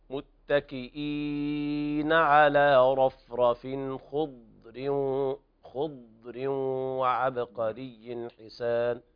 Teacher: انتبه إلى سكون الضاد مع استطالتها